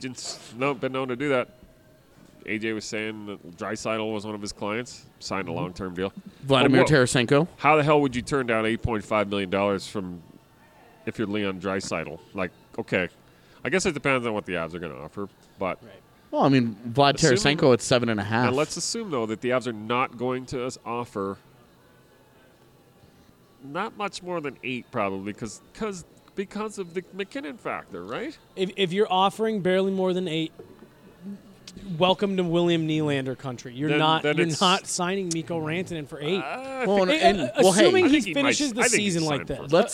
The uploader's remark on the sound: The boys are up at Total Beverage in Thornton